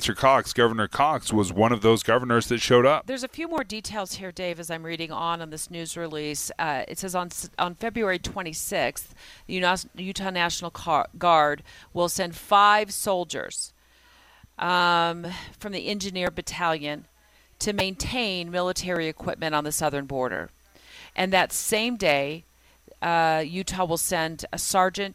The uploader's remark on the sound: As they broadcast live from ARUP Blood Services in Sandy.